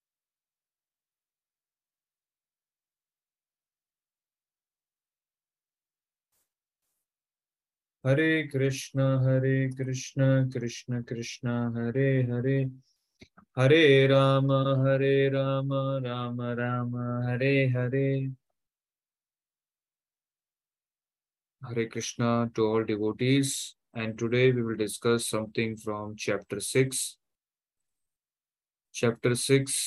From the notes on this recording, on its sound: Zoom recorded class